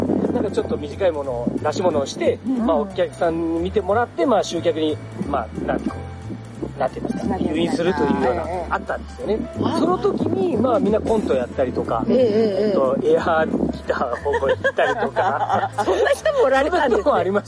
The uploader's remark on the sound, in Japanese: 風ノイズによりお聞き苦しいところがございます